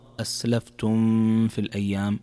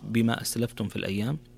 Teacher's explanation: من الأخطاء الشائعة تقرأ أسلفتم في الأيام الخالية، لكن عندنا هنا حكم من أحكام الميم الساكنة وهو الإظهار الشفوي · Shown in: second take · فإذا جاءت عندنا ميم ساكنة وبعدها حرف الفاء يكون الحكم هنا إظهار، فتظهر من غير إضغام، فما تقرأ أسلفتم في الأيام، تقرأ بما أسلفتم في الأيام الخالية.